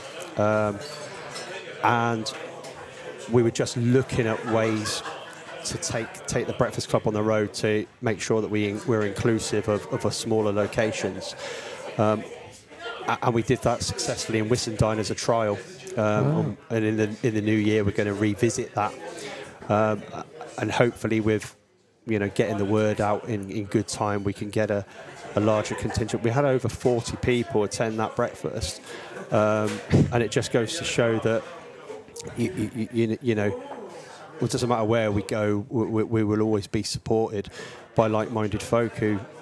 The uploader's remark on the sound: It was recorded in The Grainstore, Oakham, Rutland, during the December AFVBC meeting.